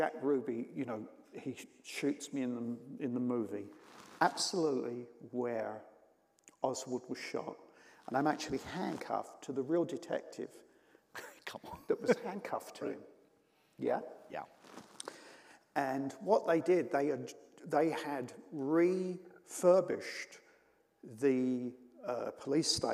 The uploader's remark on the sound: taped at the 92nd Street Y